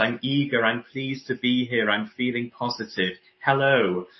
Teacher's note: I would get them comfortable with this slightly thicker vocal quality. It sounds a bit more present.